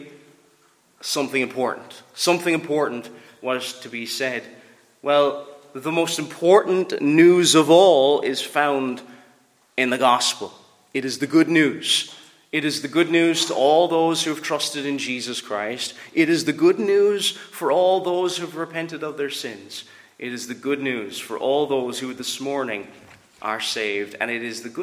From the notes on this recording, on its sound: Preached at Ballylane Reformed Presbyterian Church.